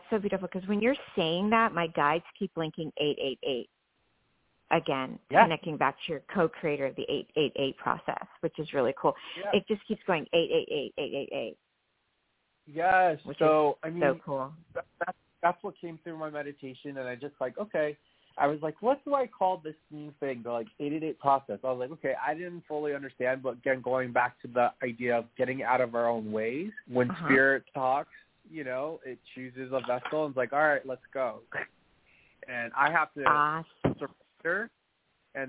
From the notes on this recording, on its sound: As they talk with previously recorded callers. THIS SHOW WAS PREVIOUSLY RECORDED. In this previously recorded episode on Blog Talk Radio.